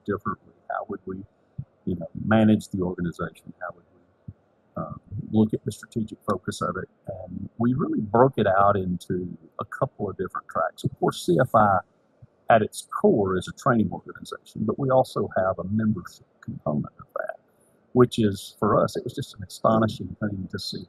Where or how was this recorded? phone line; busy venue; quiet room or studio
busy venue